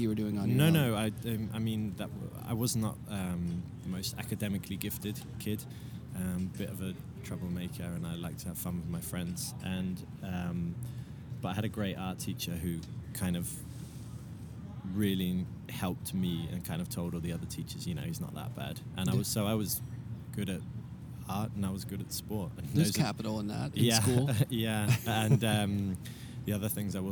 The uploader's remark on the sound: From Frieze Art Fair. They recorded on the outside grounds surrounded by festive art fair goers in a beautful sunny, breezy day.